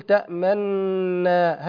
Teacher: ندغم النون في النون مع الإشمام أي الإشارة إلى ضمة النون الأولى، ويكون ذلك بعد الإدغام وقبل استكمال التشديد، فنقول تأمنا